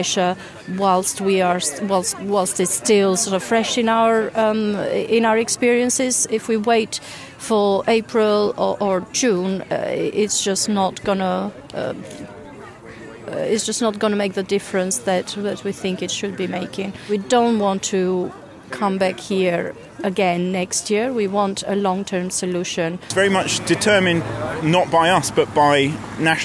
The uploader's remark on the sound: This break-out episode is our final dispatch from the UCU picket lines at the University of Southampton. Hear reflections from staff and students about how this round of strikes went.